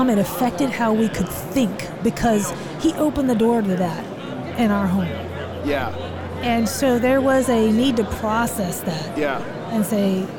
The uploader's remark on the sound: LIVE from NRB 2022!